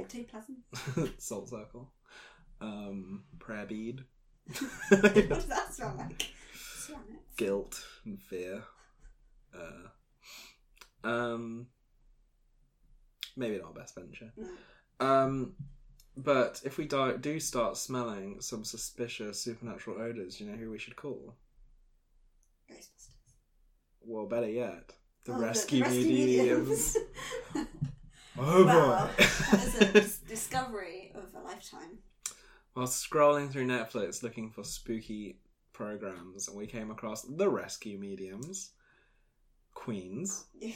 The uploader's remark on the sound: APOLOGIES ONCE AGAIN FOR AUDIO.